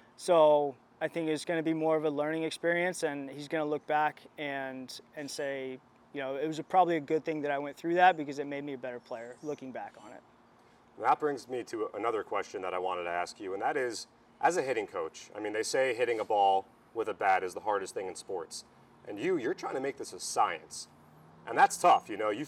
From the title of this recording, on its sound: Live From Spring Training